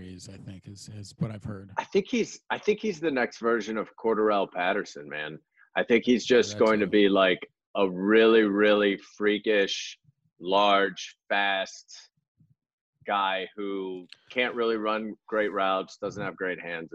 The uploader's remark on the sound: Got on a Zoom and did a virtual mock draft.